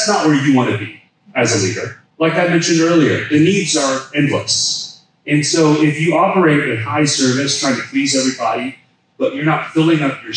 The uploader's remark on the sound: We share a seminar recording